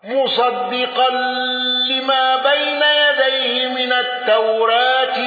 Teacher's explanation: قالون بفتح التوراة وصلة ميم الجمع والغنة